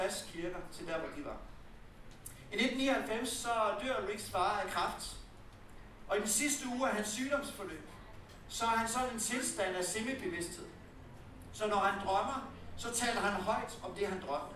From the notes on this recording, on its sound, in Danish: det ikke kun er prædikenen, der er optaget men hele afviklingen med presentation, lovsang, bøn osv.